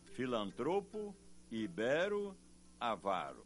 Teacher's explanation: Todas essas palavras são paroxítonas e assim devem ser pronunciadas